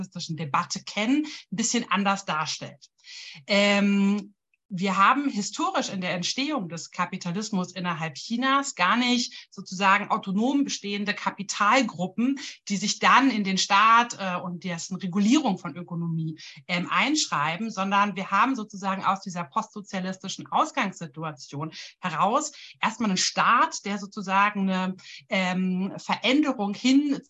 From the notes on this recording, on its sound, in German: Ein Mitschnitt der Online-Diskussionsreihe der Assoziation für kritische Gesellschaftsforschung (AkG)